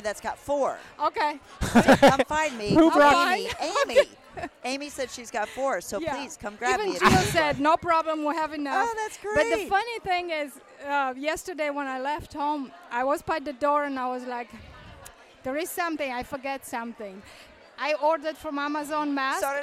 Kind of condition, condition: setting, live audience